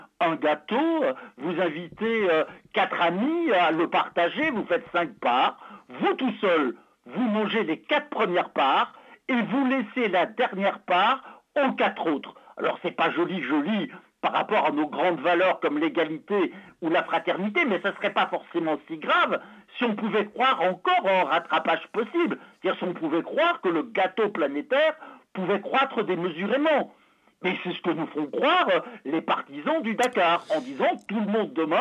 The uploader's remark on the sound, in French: nous recevons par téléphone